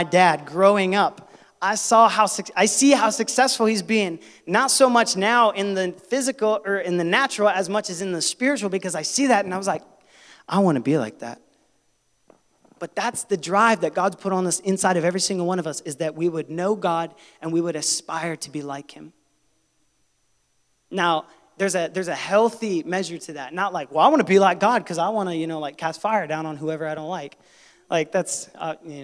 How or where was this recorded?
large echoing room